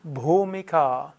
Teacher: Bhumika sind eigentlich die Stufen und Bhumikas gibt es Bhumika, also BH, H ist auszusprechen, U ist lang, A ist lang.